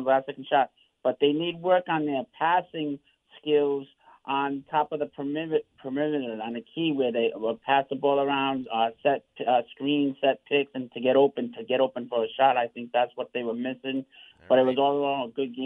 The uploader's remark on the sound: Keep taking your calls live on the air.